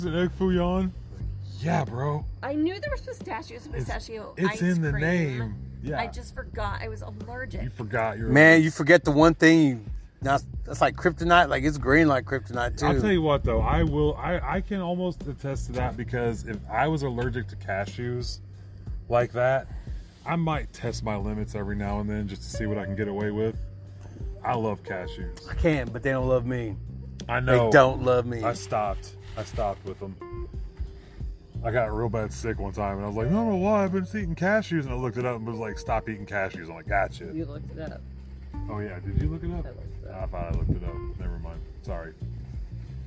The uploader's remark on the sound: Live from the Ben Johnson cowboy museum. We finally got the episode to my phone. Come listen to us doing a quick ghost hunt walk through of the museum. Then there's a musical break for a moment, then it's us posted up outside.